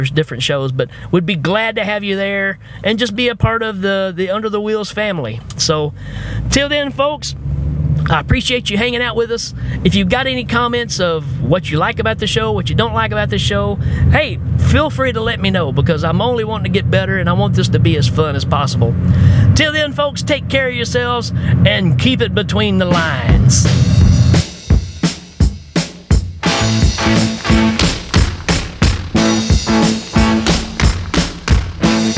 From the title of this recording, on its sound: Podcast In My Car